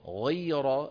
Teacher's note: الغين مفخمة، الياء مرققة، الراء مفخمة